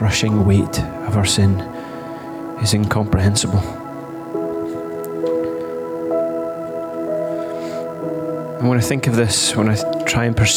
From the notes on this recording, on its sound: Recorded during our Good Friday morning reflection service.